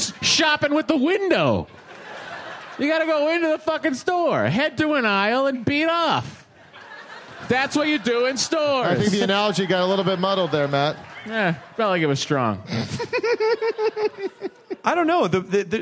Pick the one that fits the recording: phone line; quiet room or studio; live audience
live audience